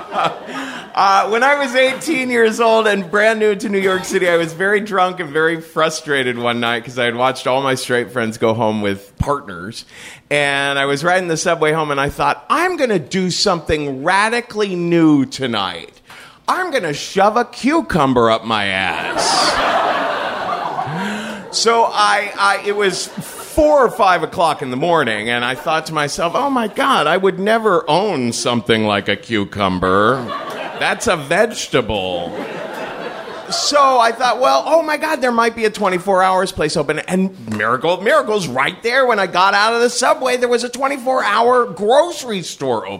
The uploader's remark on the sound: Live From Chapel Hill 2! At the North Carolina Comedy Arts Festival 2015.